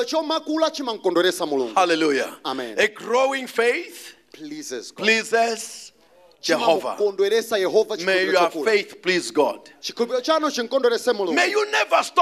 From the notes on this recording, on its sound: Preached at the Encounter Service at Word Alive Blantyre City Church